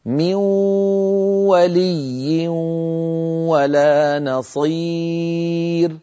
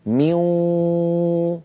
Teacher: أنطق واو وغنة معا متساويين في القدر · Term: إدغام بغنة